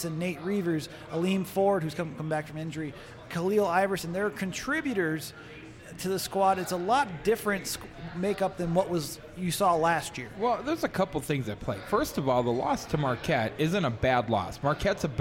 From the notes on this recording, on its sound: We are LIVE from Bierock on Tuesday night